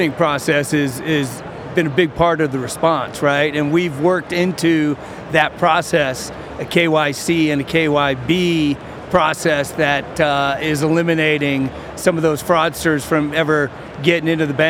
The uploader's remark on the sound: The second of four episodes recorded at Money20/20 USA. The event took place at The Venetian, Las Vegas. We recorded a series of interviews from the Instnt's booth with a number of the speakers and attendees at the event.